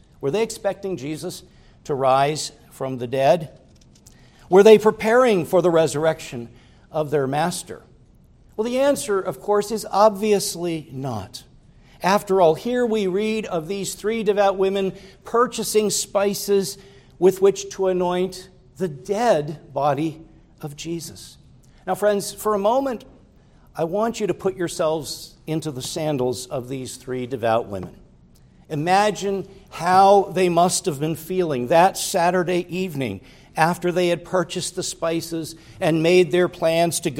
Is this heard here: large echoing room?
yes